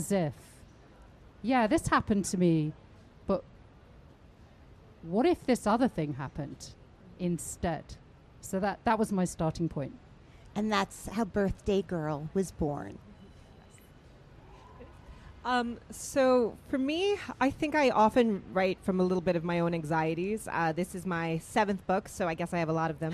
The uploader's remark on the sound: Suspense Author Panel - Live From Bryant Park.